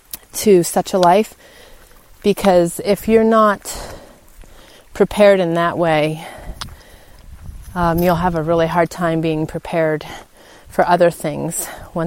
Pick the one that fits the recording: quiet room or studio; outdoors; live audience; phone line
outdoors